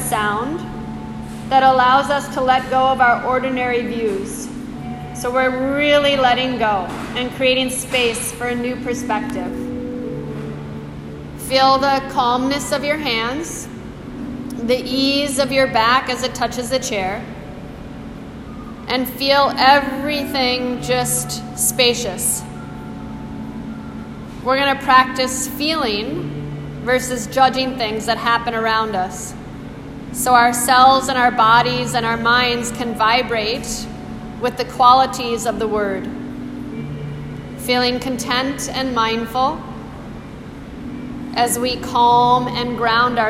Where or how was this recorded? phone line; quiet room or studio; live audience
live audience